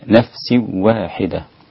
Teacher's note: خلف إدغام وأسقط الغنة، يبقى إدغام بدون غنة، إدغام كامل